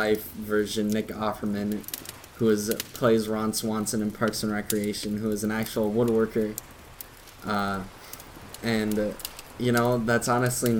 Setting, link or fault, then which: fault, sounds in the background